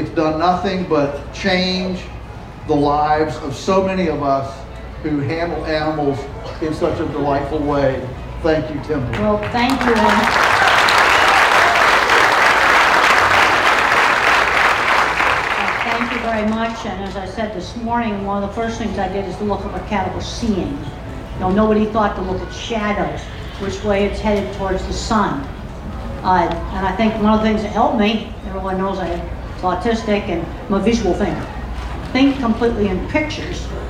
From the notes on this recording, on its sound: The interview was done at the Homestead Festival.